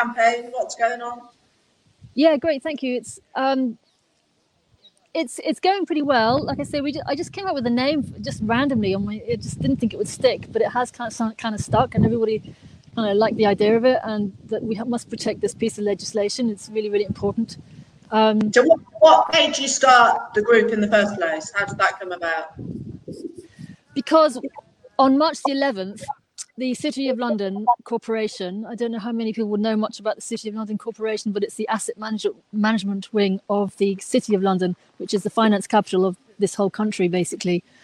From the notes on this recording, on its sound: live from Hampstead Heath